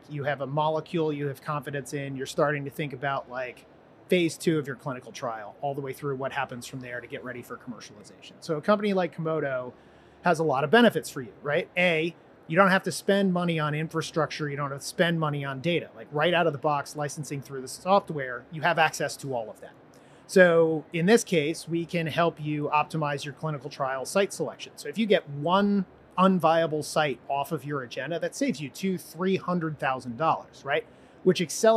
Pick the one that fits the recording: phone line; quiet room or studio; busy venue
busy venue